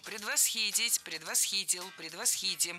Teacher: Всегда ставим ударение на третий слог.